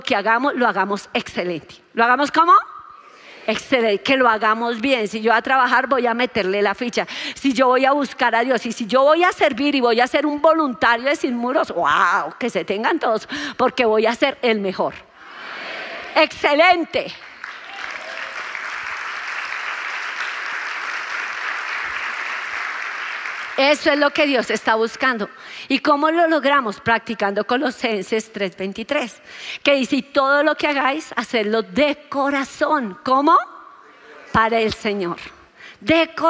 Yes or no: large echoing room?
yes